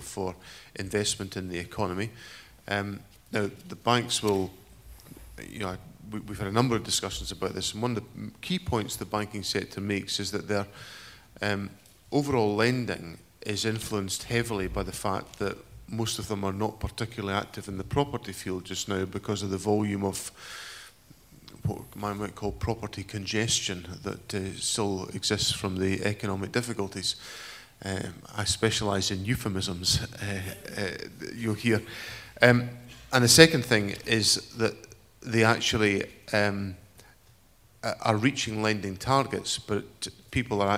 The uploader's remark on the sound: National Economic Forum: 23 June 2011: Q&A Session cont.